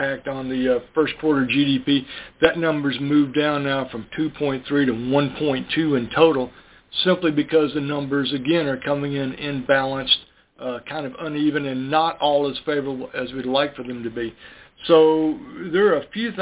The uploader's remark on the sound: Our monthly conference call. Ag Market Network's Monthly Conference Call On Cotton.